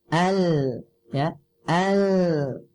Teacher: Ya, alif lam itu semuanya dibaca dengan tipis.